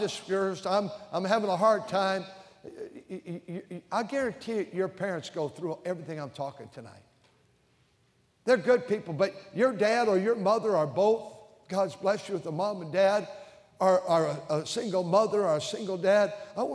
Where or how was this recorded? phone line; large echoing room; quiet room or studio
large echoing room